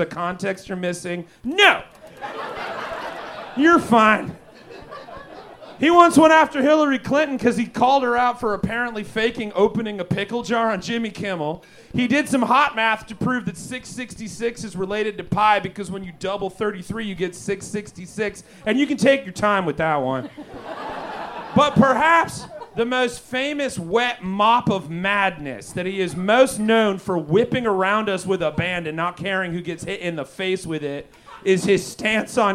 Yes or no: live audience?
yes